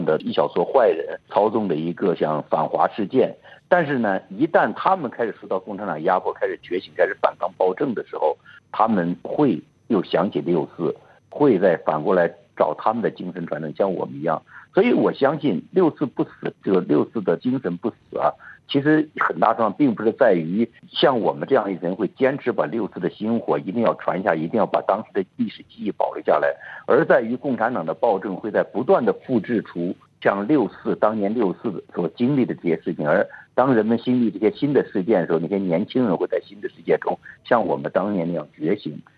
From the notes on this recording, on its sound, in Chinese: 现居住在美国。接受本台的电话采访。